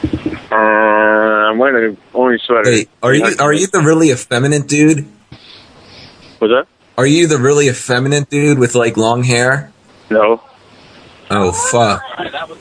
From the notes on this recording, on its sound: RBCP's Personal Prank Phone Calls Collection